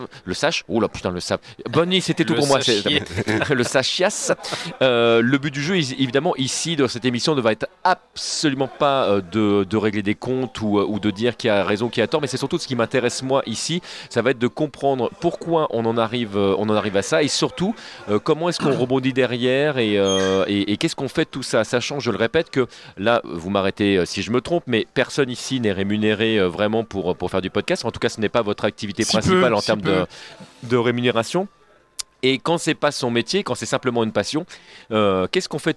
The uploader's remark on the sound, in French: L'émission à été enregistrée lors du 1er Marathon'Cast d'Arpajon le 17 novembre 2019.